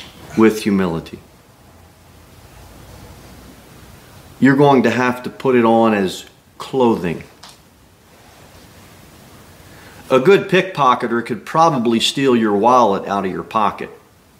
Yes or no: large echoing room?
yes